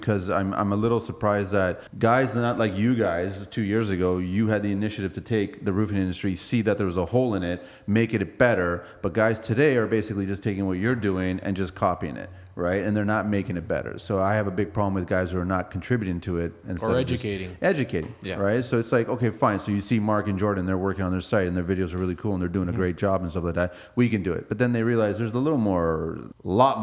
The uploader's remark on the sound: on location at Skyluxe Roofing workshop and breakroom